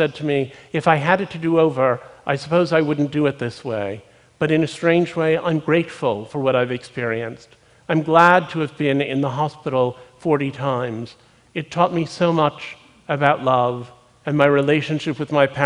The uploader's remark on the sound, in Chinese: 录制于 TEDxMet.